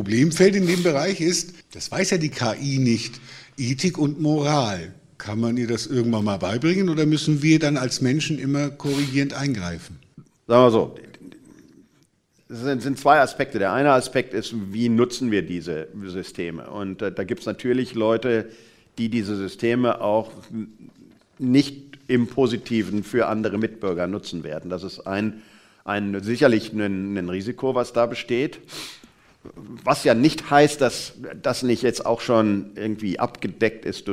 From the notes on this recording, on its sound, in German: Live-Aufzeichnung im Nürnberger Planetarium